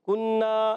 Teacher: कुन्ना में काफ जबान की जड़ तालुका सख्त हिस्सा, ये इसका मखरज